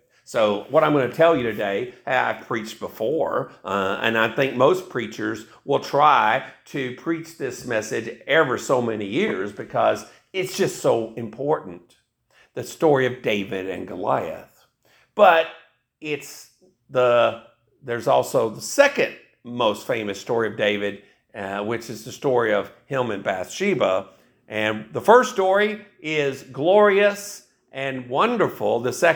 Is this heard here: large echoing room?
yes